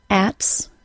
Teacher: The error that I often hear is non-native speakers dropping the K sound instead of the T sound in words like axe